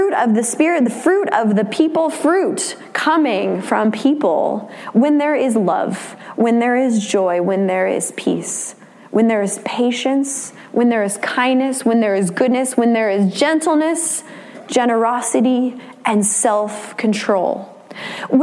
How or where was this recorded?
large echoing room